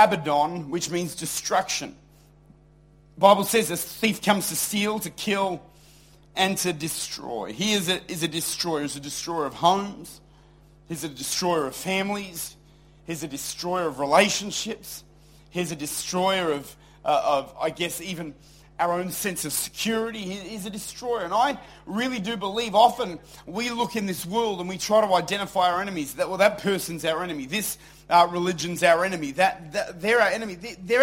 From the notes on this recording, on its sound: Recorded at Lifepoint Church, Adelaide.